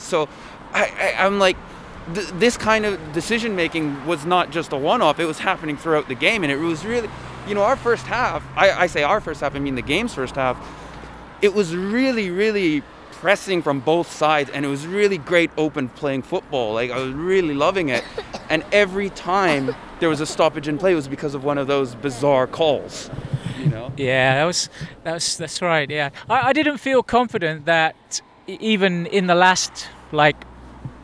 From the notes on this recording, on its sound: As usual we find ourselves walking back to the station from the Nissan Stadium after the Yokohama F.